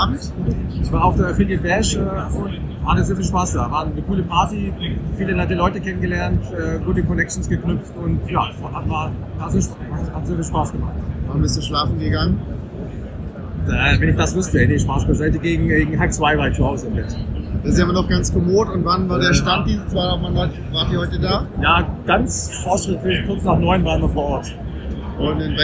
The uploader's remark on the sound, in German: Soundqualität auf Wish bestellt // OMR Recap. Leider ist der Ton nicht so gut geworden, da die Hintergrundgeräusche zu laut waren.